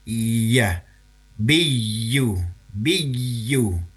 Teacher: Dan ketika dalam kondisi tasdid, maka huruf ya tasdid ini tidak diucapkan dengan memperpanjang seperti mad tabi'i, bukan. Melainkan huruf ya tasdid ini kita bangetkan makhraj lidah tengah itu.